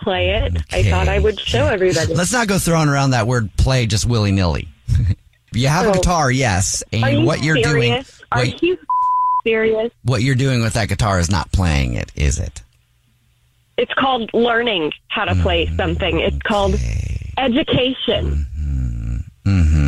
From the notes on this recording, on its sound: phone prank style